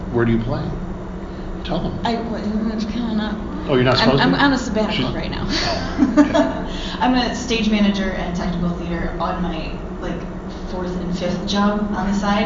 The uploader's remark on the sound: This is the audio from my Panel at C2E2 in Chicago on Aprl 7th.